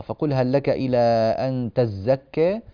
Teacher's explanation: نشدد الزاي لأنها هكذا في رواية ورش عن نافع